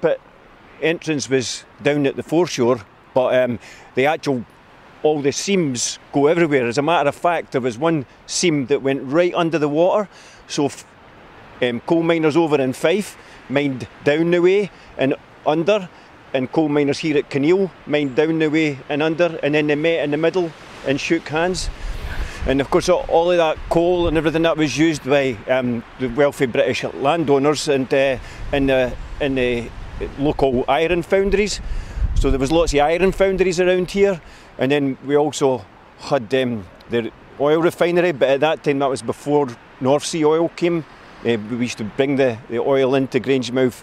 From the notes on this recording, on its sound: This episode was recorded at Climate Camp Scotland in Grangemouth